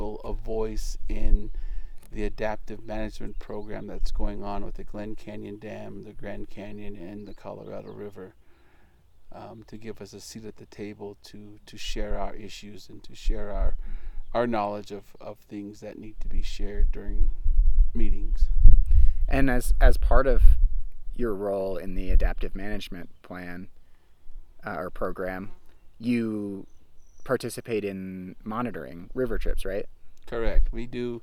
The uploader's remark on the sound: We recorded this episode sitting at a picnic table next to the rim of the Canyon, so you might hear some wind and other background noise.